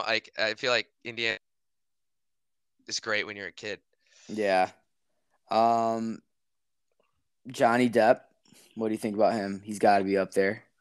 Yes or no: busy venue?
no